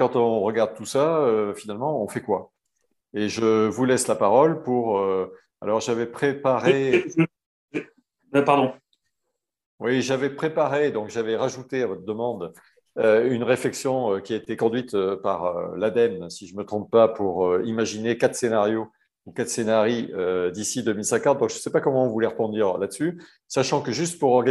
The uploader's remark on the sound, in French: 21 janvier 2022 en visio